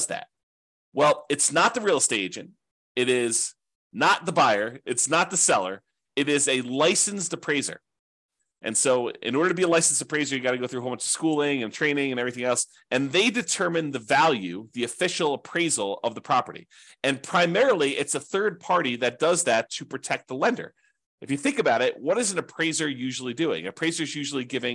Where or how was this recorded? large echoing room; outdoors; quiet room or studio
quiet room or studio